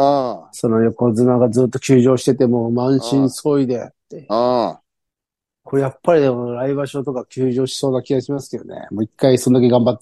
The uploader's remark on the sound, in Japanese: ZOOMで収録